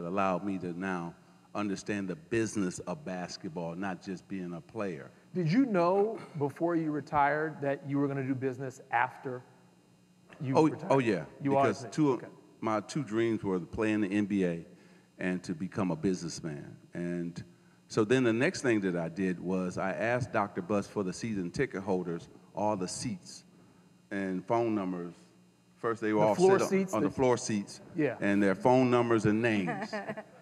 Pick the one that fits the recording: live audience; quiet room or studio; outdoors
live audience